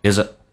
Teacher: place in the firstplace，这是一个固定表达，就是从一开始，那么人们之所以从一开始喜欢去参与那么里面的一些职场上的八卦的时候， first 的 t 不发音，但是 t 前面是一个辅音，所以它就不用气流阻塞，叫 firstplace。如果是元音，气流要阻塞一下再滑动到第二个单词 firstplace。 Is 跟 that 在口语化当中经常那个咬舌音是不用咬的，也就意味着 th 不发音，用前面的 z 跟后面的 a 形成个连音，变成 isit。那通常 a 又发成 a，因为它属于非实义词汇，有弱化现象，变成 isit。 that 的 t 去掉 is that they are afraidof